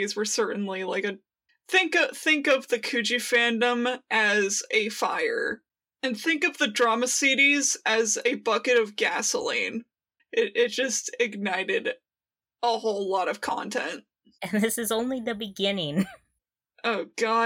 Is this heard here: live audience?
no